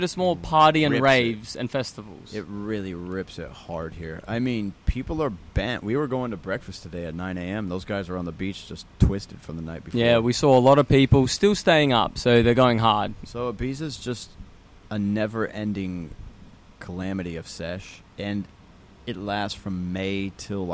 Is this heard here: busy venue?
yes